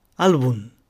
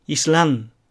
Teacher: スペイン語のネイティブスピーカーは、この語末のエメを完全にエネで発音します。舌先を上の前歯の内側の歯茎につけるエネのんという音になるわけです。語末にエメが来る単語でよく使うのはそこに書いてある2つぐらいなんですけれども、最初の単語はアルブンではなくアルブン。次の単語はイスラムではなくイスランとなるんですが、ちょっとこれは聞いただ